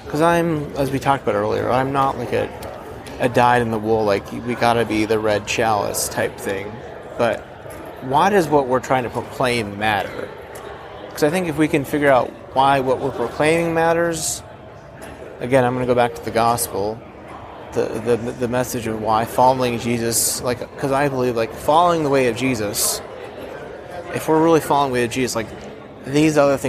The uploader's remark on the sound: In this special episode recorded live from the General Assembly of the Christian Church (Disciples of Christ).